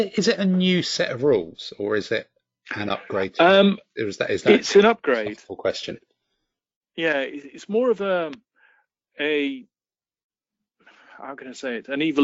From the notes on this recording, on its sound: Wrestle with audio quality across a variety of supposedly professional-grade audio conferencing apps.